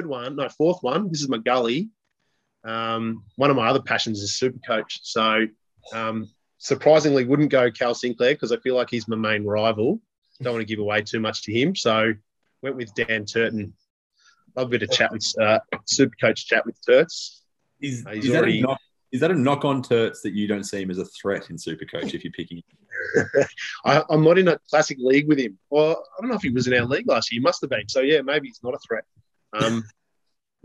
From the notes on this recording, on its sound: as the boys are forced onto zoom